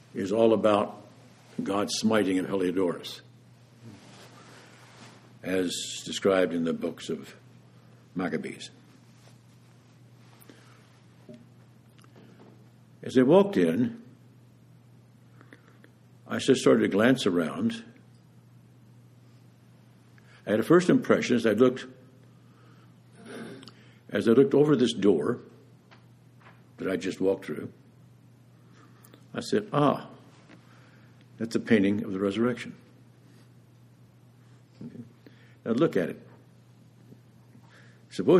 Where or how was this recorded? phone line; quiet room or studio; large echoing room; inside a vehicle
large echoing room